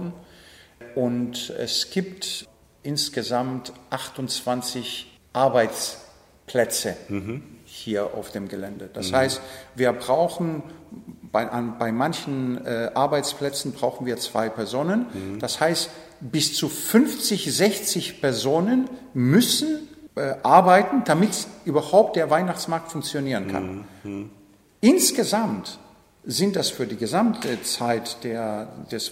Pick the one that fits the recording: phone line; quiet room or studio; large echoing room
large echoing room